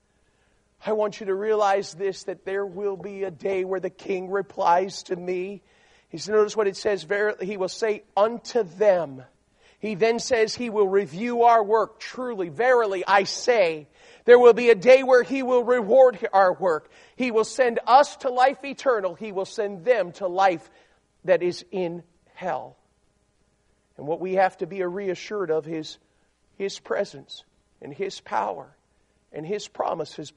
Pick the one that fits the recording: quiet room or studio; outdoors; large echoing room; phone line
large echoing room